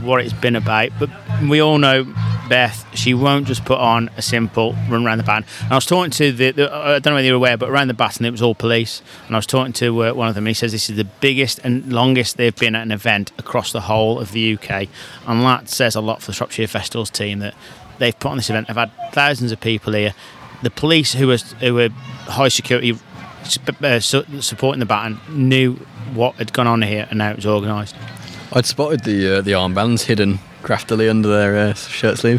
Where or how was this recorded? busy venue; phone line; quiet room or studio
busy venue